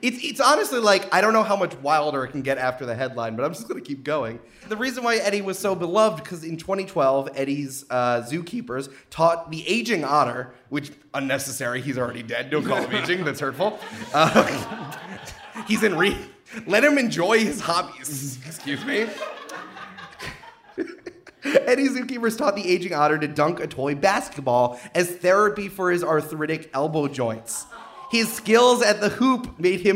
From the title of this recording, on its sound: Live From Listen Up Portland